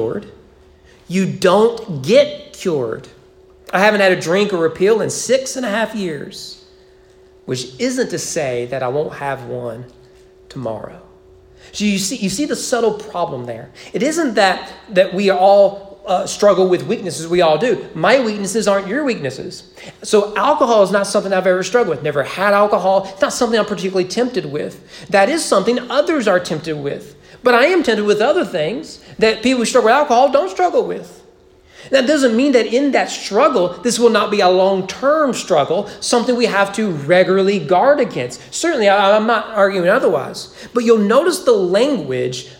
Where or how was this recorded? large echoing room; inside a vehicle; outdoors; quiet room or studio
large echoing room